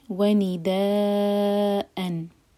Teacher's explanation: again the मद मुत्तसिल है, चार हरका लंबा किया जाएगा